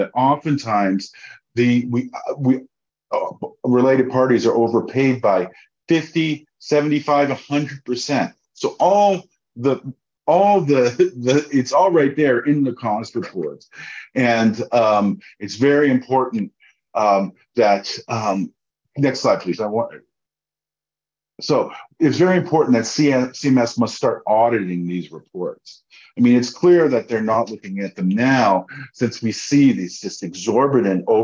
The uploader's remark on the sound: Sharing the audio from Consumer Voice’s webinar.